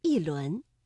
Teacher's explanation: 第二句“一轮明月”，这里的“一”读四声